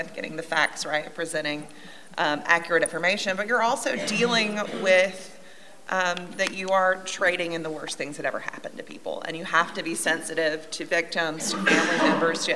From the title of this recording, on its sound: a panel discussion from the BEA 2023 conference